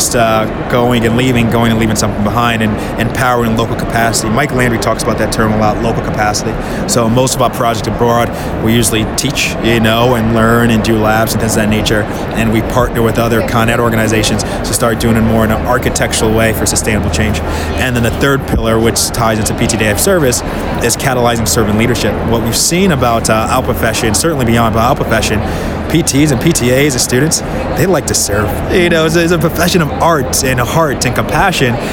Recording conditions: busy venue